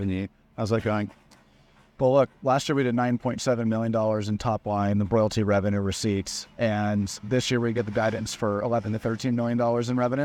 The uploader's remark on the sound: in an interview at the Denver Gold Forum conference